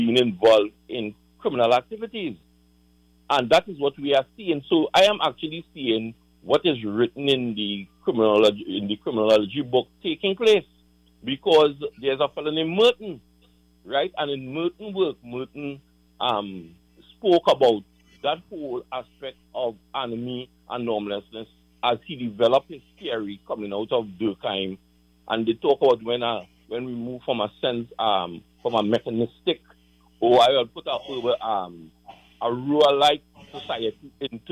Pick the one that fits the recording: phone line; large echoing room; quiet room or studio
phone line